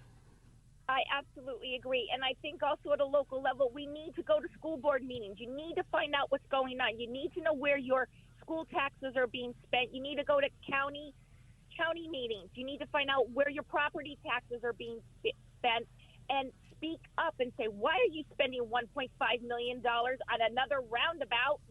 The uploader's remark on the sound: talks to a first time caller